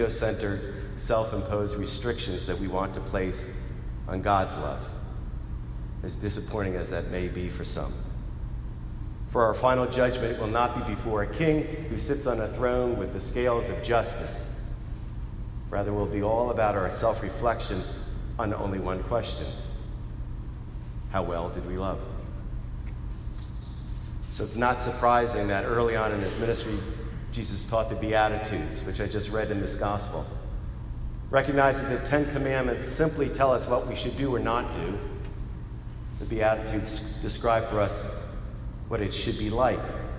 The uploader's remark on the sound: Today, friends and family gathered together as we celebrated her life with a Mass of Resurrection at St. Paul Church in Princeton NJ.